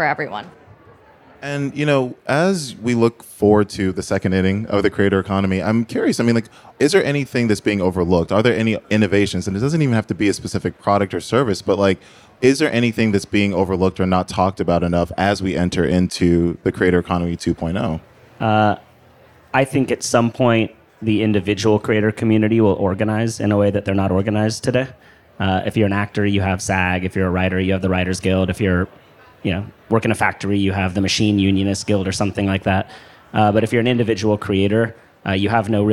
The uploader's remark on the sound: We’re featuring a roundtable conversation with some experts, recorded a few weeks ago at SXSW.